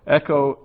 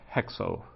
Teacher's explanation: it's a rough breathing, which is pronounced, which implies aspiration, so it's sort of like an H · Shown in: second take